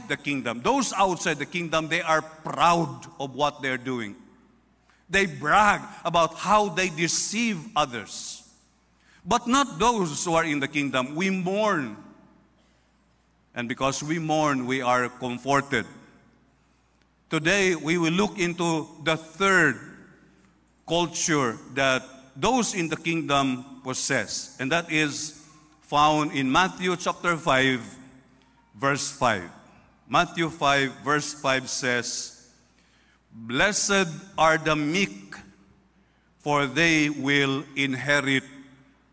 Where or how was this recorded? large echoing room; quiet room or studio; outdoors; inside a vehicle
large echoing room